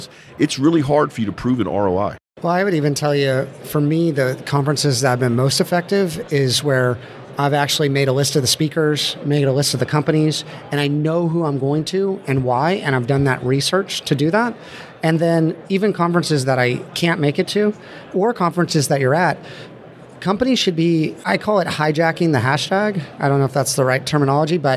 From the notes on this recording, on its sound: Recorded live. Podcast pavilion.